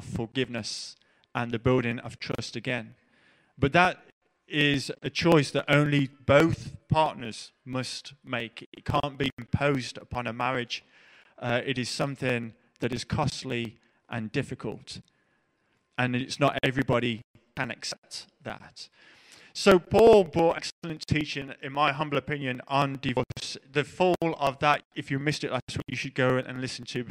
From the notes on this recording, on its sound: Preached at The LCC Sunday Service